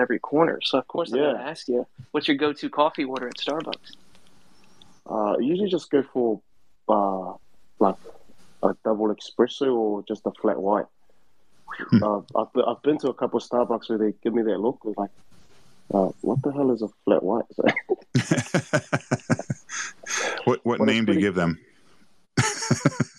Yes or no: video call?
yes